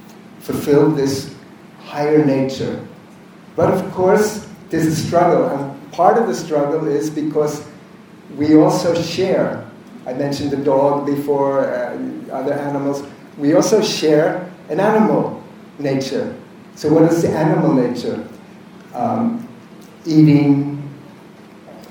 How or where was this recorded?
large echoing room